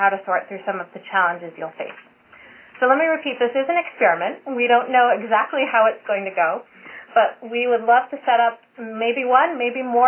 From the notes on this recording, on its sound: Call recorded on January 26, 2012.